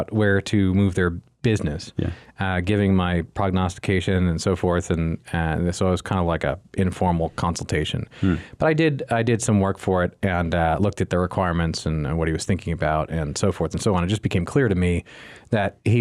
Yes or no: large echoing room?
no